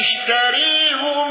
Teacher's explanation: ابن كثير بصلة هاء الضمير